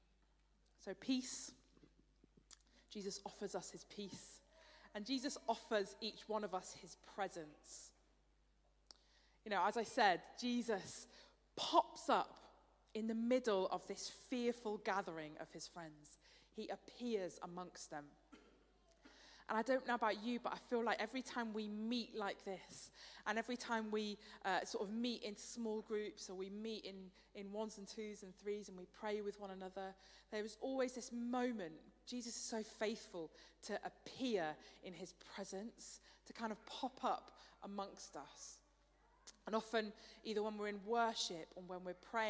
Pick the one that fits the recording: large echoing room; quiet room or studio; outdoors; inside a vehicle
large echoing room